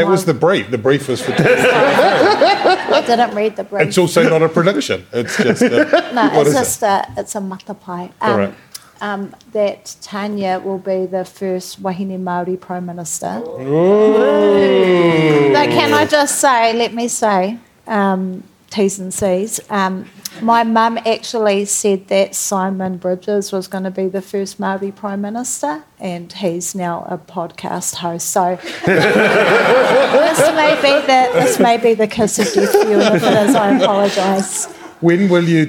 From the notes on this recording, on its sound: Star-studded live Tauranga special. To cap off a tremendous Escape Festival in Tauranga. Before a live audience.